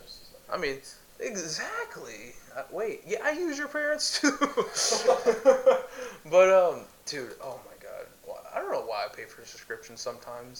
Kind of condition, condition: fault, poor sound quality